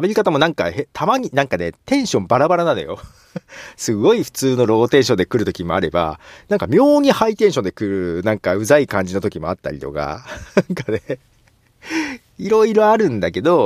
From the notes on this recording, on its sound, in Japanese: ひさびさに車内での録音。